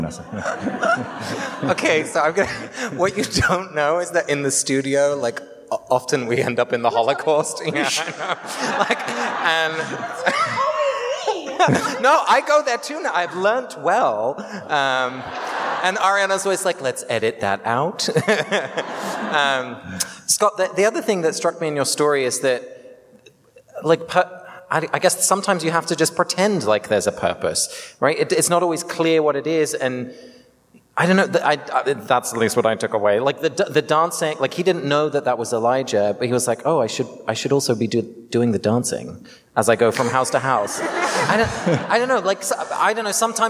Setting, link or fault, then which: setting, live audience